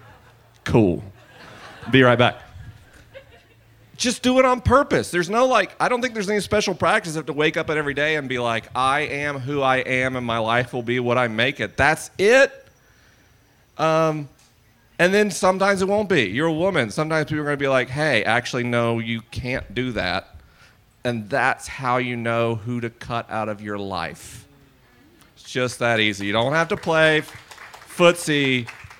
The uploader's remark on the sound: This is a live episode recorded at the Wild Goose Festival 2019.